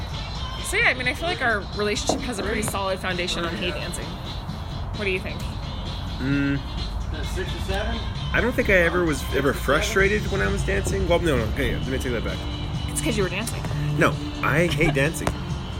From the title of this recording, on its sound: Background Noise